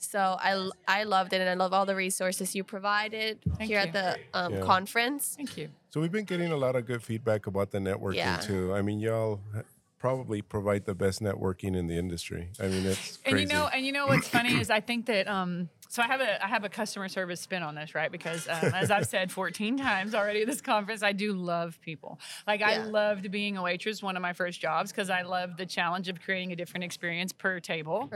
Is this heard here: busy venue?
yes